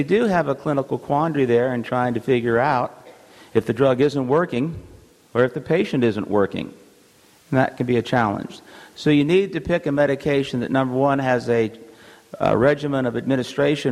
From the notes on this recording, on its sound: This audio podcast is from the SDPA’s 7th Annual Fall Conference in Scottsdale, Arizona.